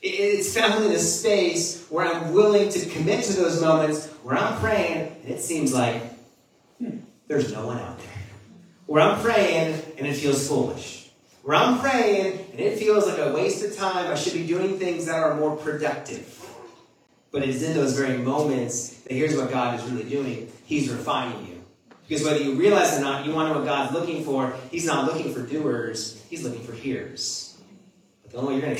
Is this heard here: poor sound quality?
yes